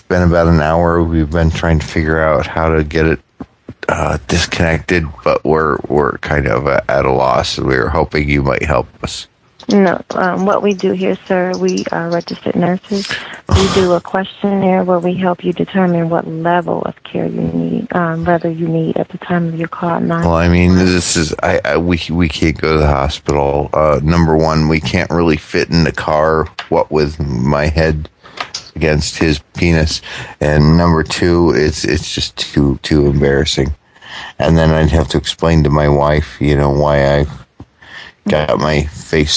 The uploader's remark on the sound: RBCP's Personal Prank Phone Calls Collection